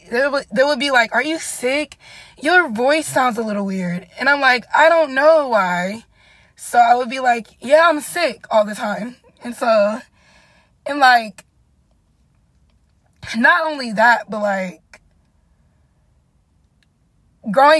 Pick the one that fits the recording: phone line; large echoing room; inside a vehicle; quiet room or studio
inside a vehicle